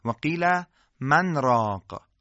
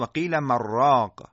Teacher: در صورت عدم سکت حرف نون در را ادغام میشه و کلمه مراق ساخته میشه · Shown in: second take